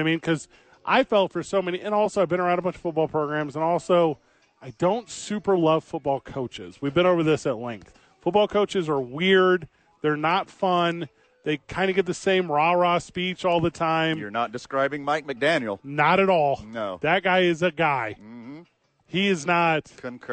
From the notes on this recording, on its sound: live from ABQ AXE